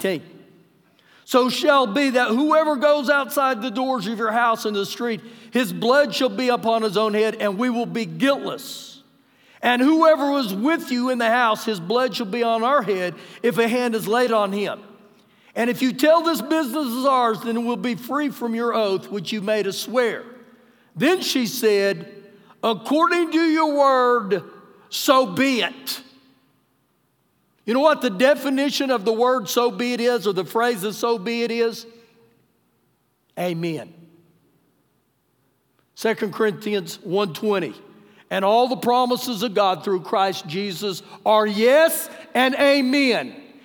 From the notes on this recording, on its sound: Recorded live during our Sunday morning service.